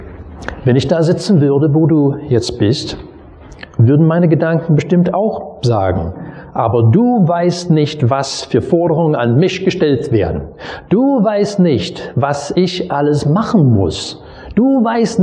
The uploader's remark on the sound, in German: Predigt aus dem Gottesdienst vom 22.